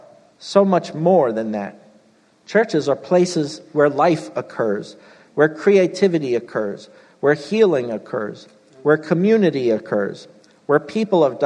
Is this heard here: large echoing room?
yes